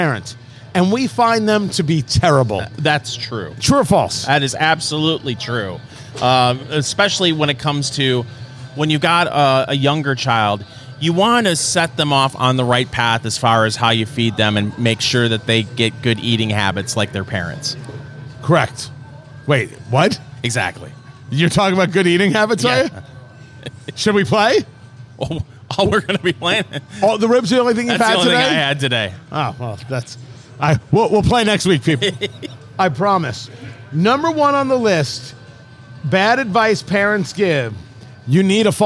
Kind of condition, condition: setting, busy venue